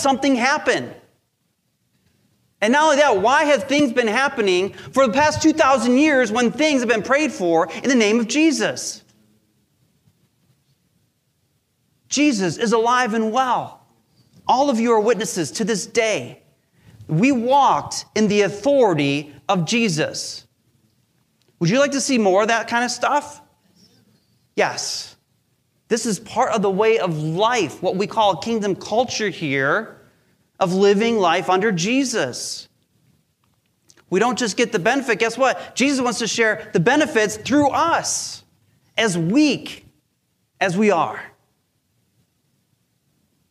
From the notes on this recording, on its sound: Recorded live during our Sunday Service.